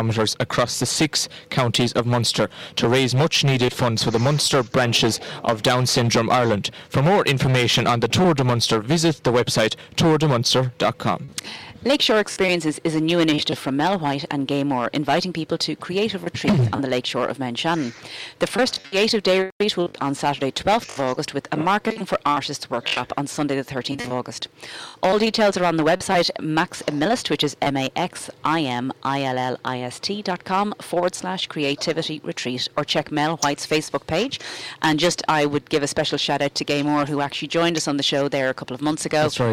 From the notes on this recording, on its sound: broadcast from the Stand at Tulla GAA pitch as part of Tulla Music Festival